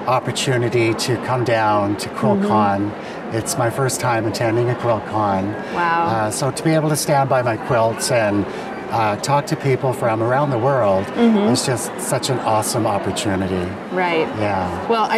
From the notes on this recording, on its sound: on the show floor